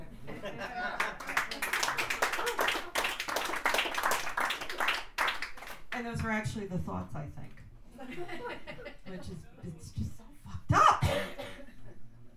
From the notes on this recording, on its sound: at the Poets Speak Loud poetry and spoken word open mic on January 28, 2019, at McGeary's in Albany, NY